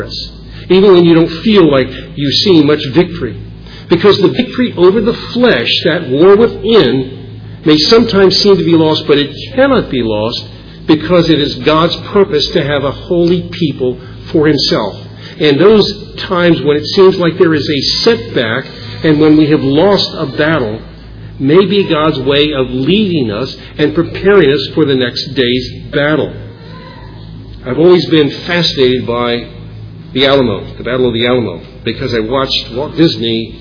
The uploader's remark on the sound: Originally preached at Bethel Reformed Presbyterian in Fredericksburg Va.